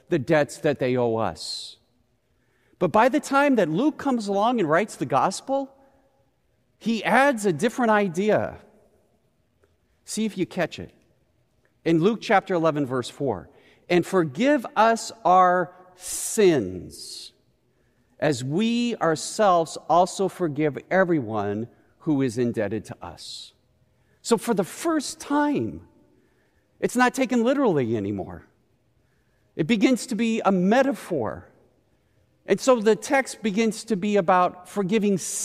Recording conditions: large echoing room